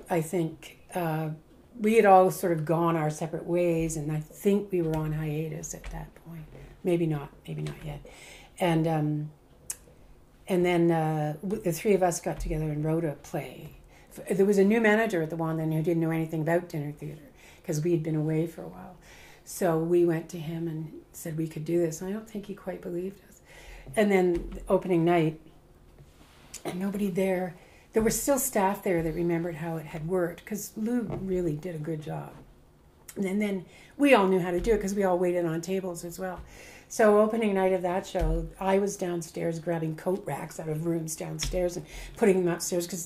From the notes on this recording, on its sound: If you listen closely you can hear the clanking of dishes and the sounds of food being served and enjoyed!